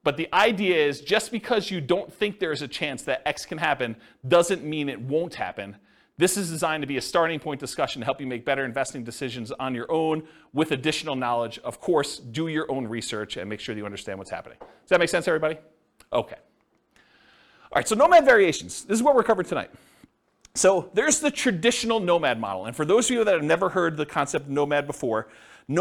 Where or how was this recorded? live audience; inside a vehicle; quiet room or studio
live audience